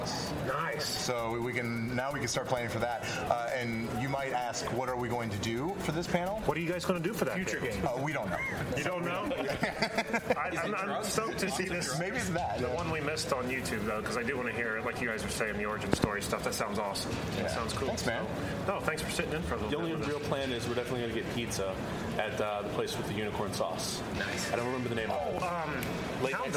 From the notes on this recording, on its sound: Wizard World Cleveland 2017! We record this week’s episode in its entirety at the convention as we enjoy and cover the event.